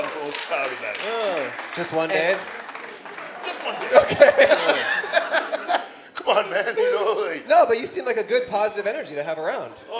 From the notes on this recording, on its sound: Toronto LIVE. In Toronto, Canada.